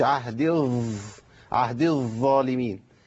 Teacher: خلي لسانك يلامس اطراف الثنيه من الداخل وما تطلعش نفس، ما قلتش عهدي عهدي الظالمين، مفيش هوا بيطلع لان الظاء حرف ايه؟ مجهور مقطوع النفس